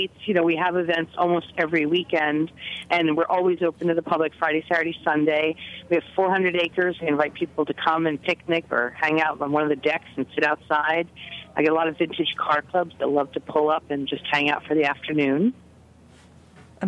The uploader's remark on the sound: A round table discussion. We are also joined on the line. Dutch’s Spirits in Pine Plain, on the eastern side of Dutchess County.